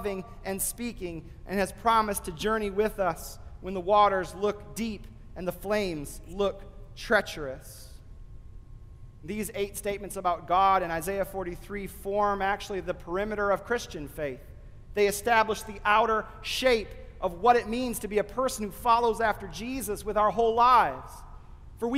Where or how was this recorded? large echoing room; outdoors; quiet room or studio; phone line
large echoing room